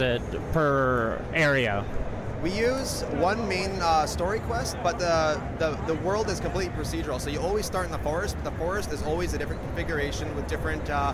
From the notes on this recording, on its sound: This is the first of many audio interviews I did while at PAX East 2017.